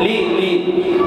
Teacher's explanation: فجعل اللام مكسورة وما شدد اللام